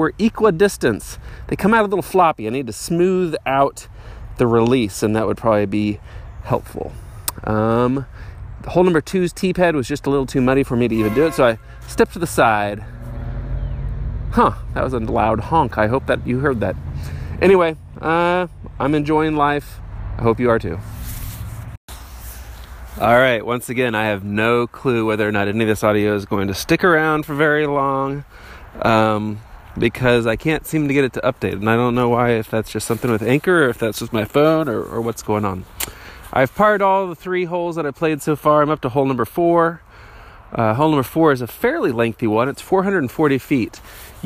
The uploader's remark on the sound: Walking through the mud at English Landing DGC in Parkville, MO